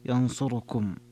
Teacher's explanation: ثم القراءة الثالثة الدوري عن أبي عمرو الوجه الثاني له قرأ باختلاس ضمة الراء ينصركم